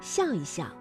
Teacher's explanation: 夹在叠词之间呢，念成轻声，比如笑一笑